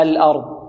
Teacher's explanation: بمعنى بدون لكز، بدون لكز، بعض يأتي بالهمزة يلكزها، لكن الصحيح أنك تأتي بالهمزة محققة